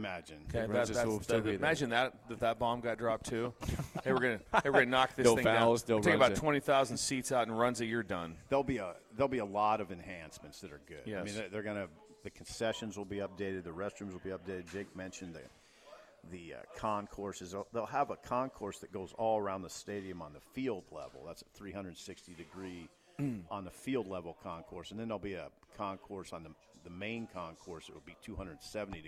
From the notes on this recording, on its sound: We are LIVE from Double Eagle Golf.